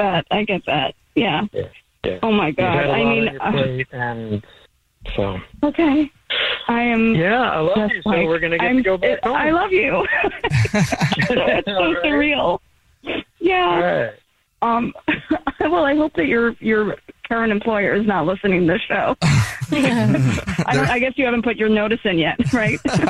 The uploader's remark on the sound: Someone calls The Jubal Show because they think that their partner is cheating so we call them offering services in order to catch them cheating. There is a woman on the phone.